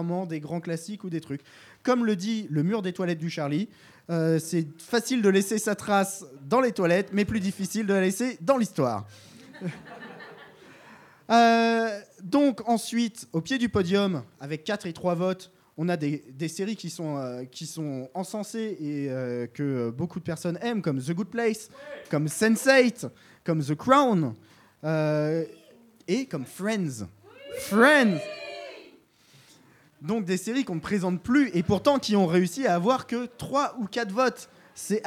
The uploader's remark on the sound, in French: Live au Charlie sur les recommandations du public.